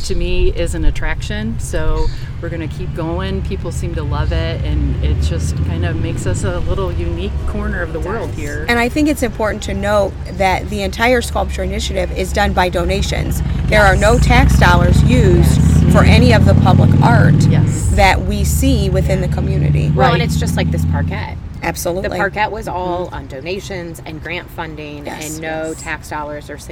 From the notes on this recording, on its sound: Our third guest was the Fostoria Ohio Mayor. All throughout his interview were the "sounds of activity in small town USA".